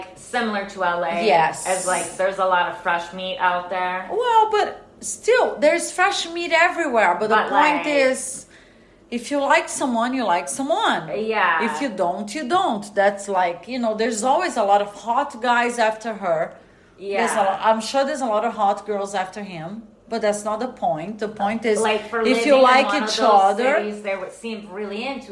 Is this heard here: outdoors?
no